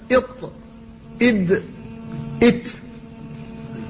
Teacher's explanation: بقي لنا من مخارج اللسان أن رأس اللسان وهو الذي يسمى بطرف اللسان فيه مخرجان أحدهما للطاء والدال والتاء، وهذا المخرج بينه بقوله والطاء والدال وتم منه ومن عليا الثنايا، بين رأس اللسان والثنايا العليا تخرج هذه الحروف الثلاثة إط إد إت، فلها مخرج واحد مشترك بين هذه الحروف الثلاثة وهي الطاء والدال والتاء، وإنما تختلف بالصفة.